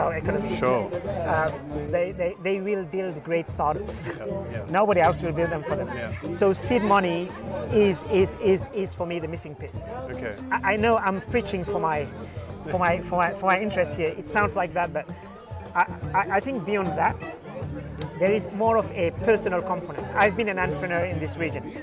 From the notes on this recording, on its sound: Was recorded at the AfricArena West African Summit in June 2021, held at The Raddison Sea Plaza hotel in Dakar. Throughout the conference, I chatted to as many stakeholders as possible.